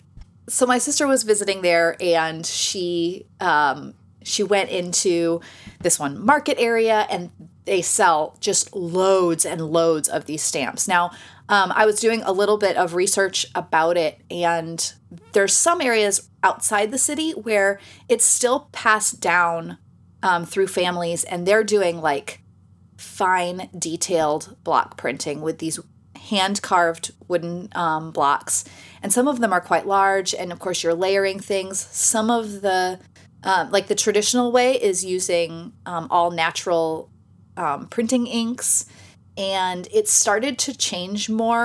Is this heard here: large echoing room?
no